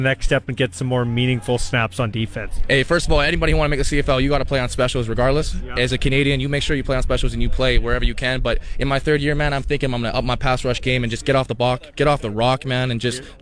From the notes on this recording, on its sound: LIVE in Saskatoon for #Riders Training Camp. LIVE in Saskatoon for #Riders Training Camp.